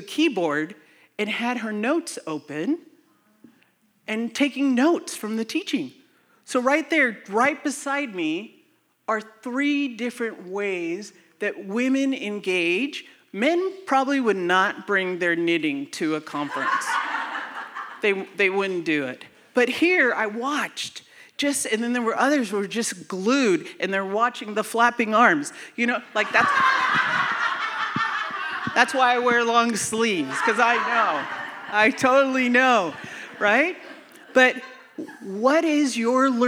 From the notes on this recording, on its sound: We are sharing content from the Breaking New Ground live event from October 2022. This episode was from a breakout session.